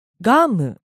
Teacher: rising on the ga and falling on the m · Term: pitch accent